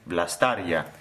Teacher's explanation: That is vlastaria, and you go slipping away from the E to the A. Exactly, so it's a glide, it glides through it.